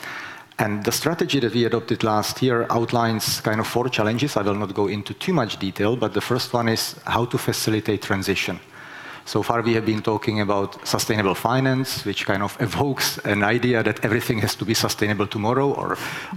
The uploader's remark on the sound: was recorded during the second CEE Sustainable Finance Summit in May 2022.